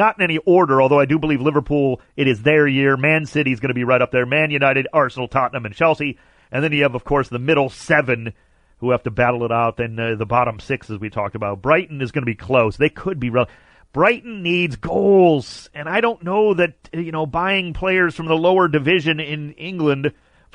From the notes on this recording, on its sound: Called. Calls.